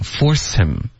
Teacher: 跟 him 呢，这次呢，也就是省略这个 H 的音，然后连读